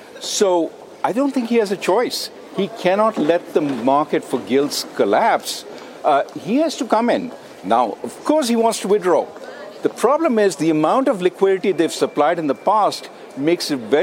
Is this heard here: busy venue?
yes